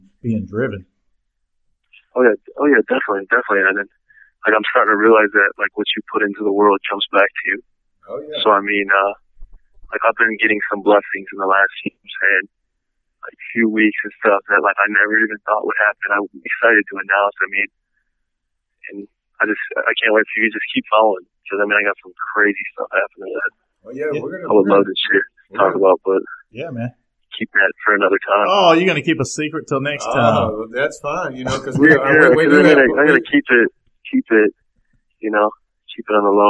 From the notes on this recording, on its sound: on the phone